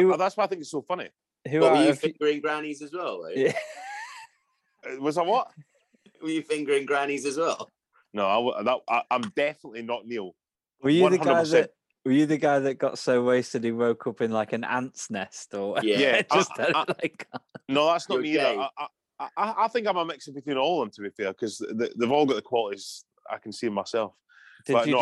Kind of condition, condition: link, video call